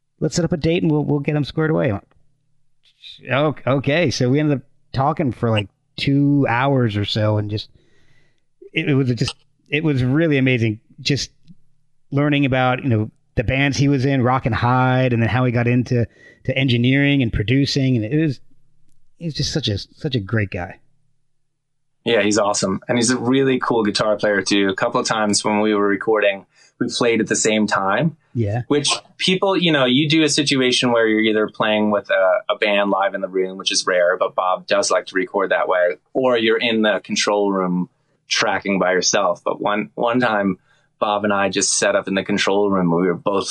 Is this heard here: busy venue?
no